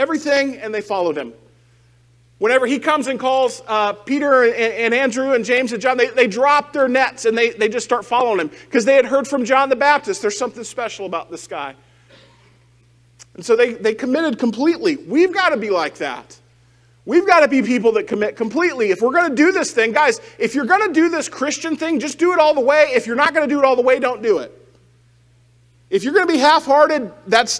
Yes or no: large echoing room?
yes